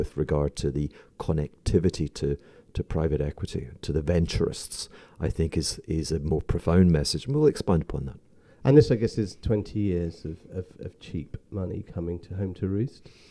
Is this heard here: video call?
no